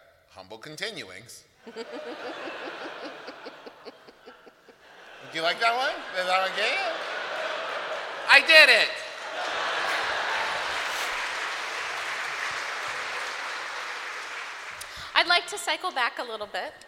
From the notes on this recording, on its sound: This episode all about VICTORIAN CHRISTMAS was recorded live at this year's Candlenights live show!